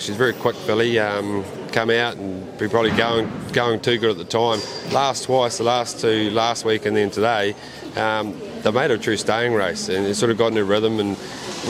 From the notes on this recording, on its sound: Joined me today at Addington Raceway